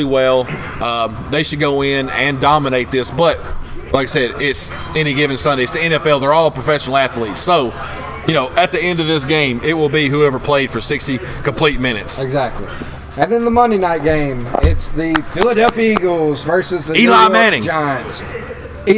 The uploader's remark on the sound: Recorded LIVE at FloBama Music Hall in Downtown Florence Alabama.